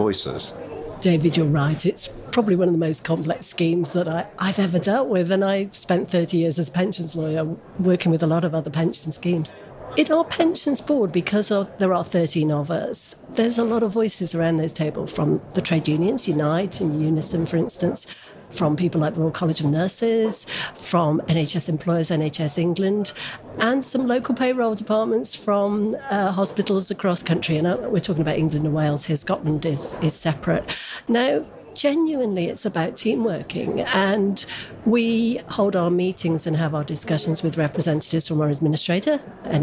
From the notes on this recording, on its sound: On the road - PLSA day three pt. 2. Recorded live at the annual PLSA conference in Manchester!